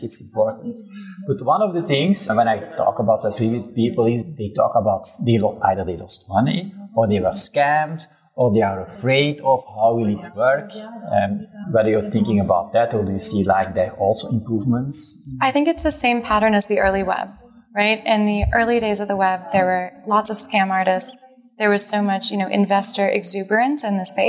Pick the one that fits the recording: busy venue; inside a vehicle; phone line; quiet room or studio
busy venue